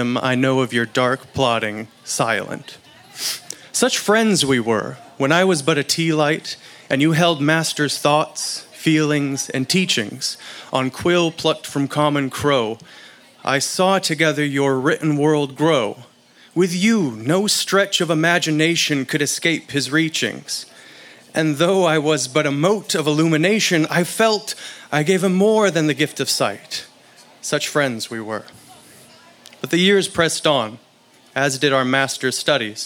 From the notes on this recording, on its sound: Recorded live at Late at the Lake, at Mozart's Coffee Roasters in Austin, Texas on Tuesday, October 11th, 2022.